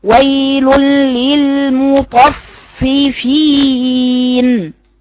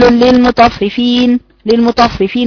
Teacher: وكذلك اذا كانت مشددة ويل للمطففين بيان شدتها لان دي من اخطاء اللي بتظهر في اثناء قراءتنا البعض يقرأها ويل للمطففين للمطففين كأنها فاء واحدة مع انها فاء متكررة اكثر من مرة · Shown in: first take